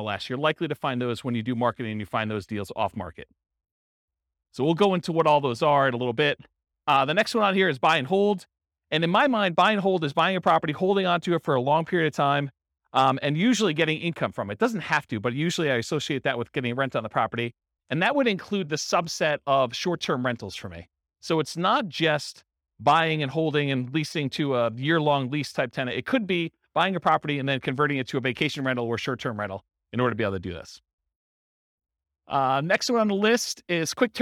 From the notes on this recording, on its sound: This was a live class recorded